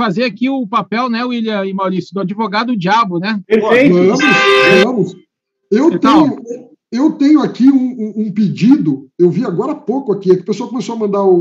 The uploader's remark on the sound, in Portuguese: Áudio Webinar Perinity